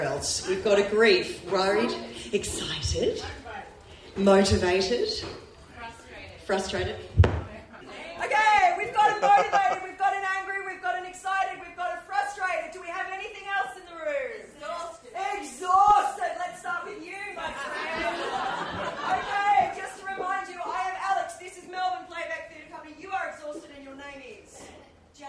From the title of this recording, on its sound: Recorded at SFL2020